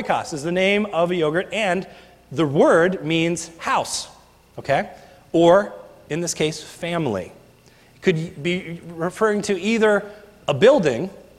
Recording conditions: large echoing room